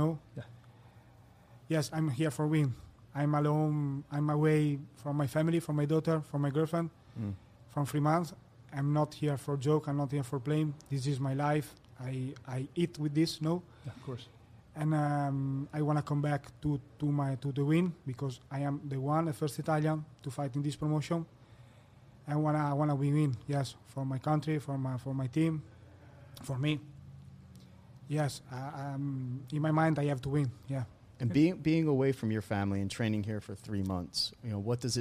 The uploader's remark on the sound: Bare Knuckle Fighting Championship show is live from Birmingham, AL!